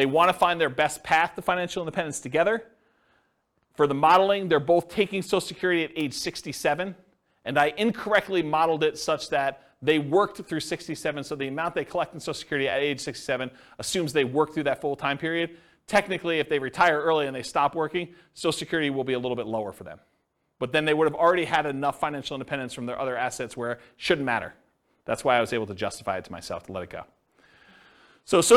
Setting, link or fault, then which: setting, live audience